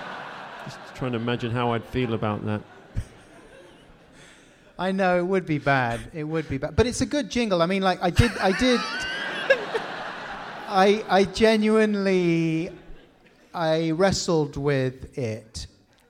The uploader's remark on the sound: In front of a live audience at the London Podcast Festival, King's Place.